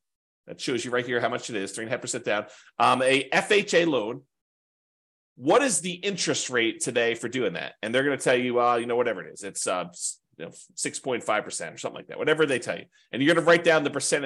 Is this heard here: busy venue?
no